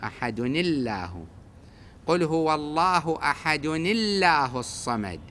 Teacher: دائما اسم الجلالة أحد الله كسر أكو، أحد الله، قل هو الله أحد الله الصمد، أحد الله كسرناها فصارت مرققة